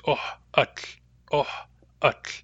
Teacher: the hardening of Uck is simply pronounced as a glottal stop.